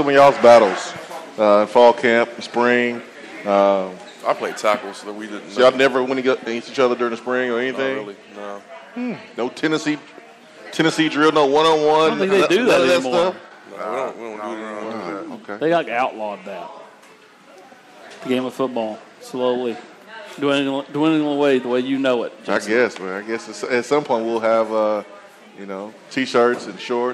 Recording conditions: busy venue